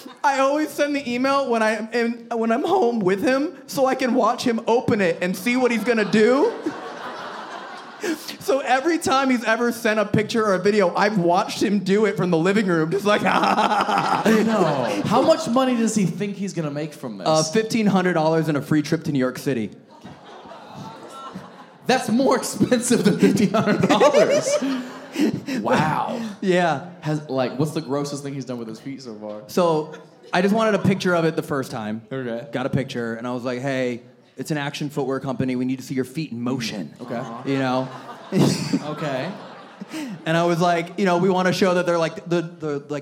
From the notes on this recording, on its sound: Live Show Start & Audience Pranks. This episode was filmed in front of a live audience at a comedy club.